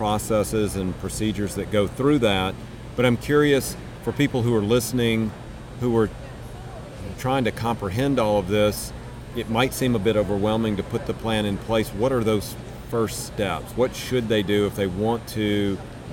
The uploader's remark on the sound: during MGMA’s 2019 Annual Conference in New Orleans